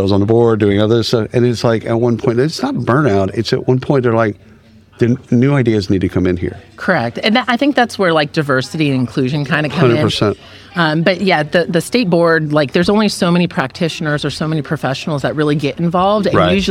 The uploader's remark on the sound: at the isolved Connect user conference in Palm Springs